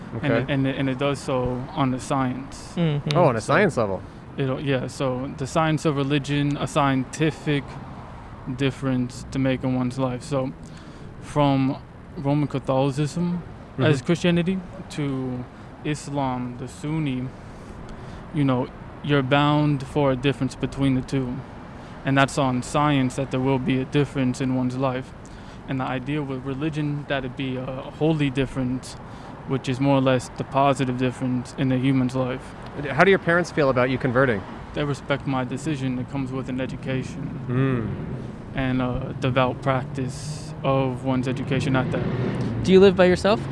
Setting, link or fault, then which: setting, outdoors